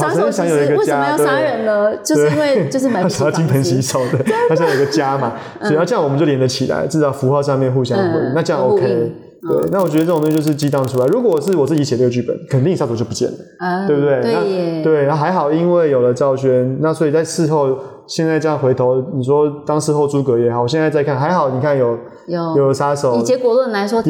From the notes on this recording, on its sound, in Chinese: 麥克風有些小雜音